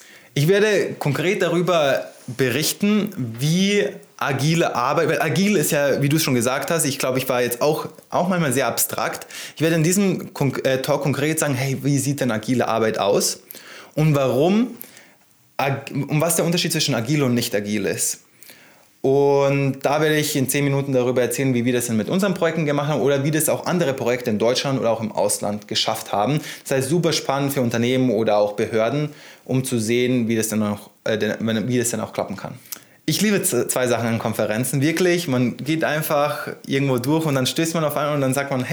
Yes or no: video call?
no